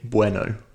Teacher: O actually consists of two vowels. It's a and U. It's not a pure vowel sound.